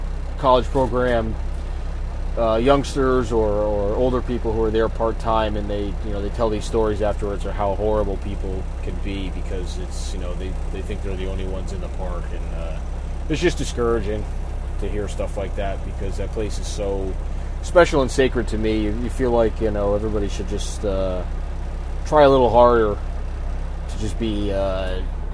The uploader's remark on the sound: Recorded while driving on the highway in a dump truck! We apologise for the excessive background noise in some parts.